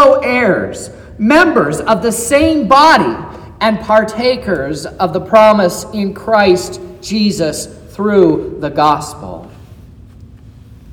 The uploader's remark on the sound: Sermon preached at Trinity Lutheran Church in Vallonia, Indiana.